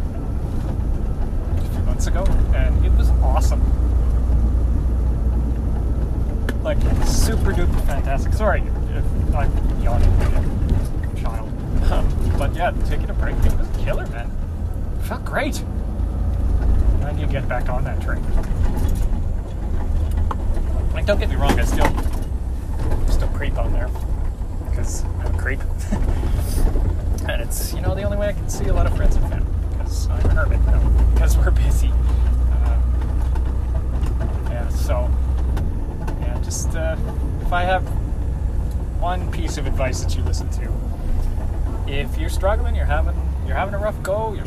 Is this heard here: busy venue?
no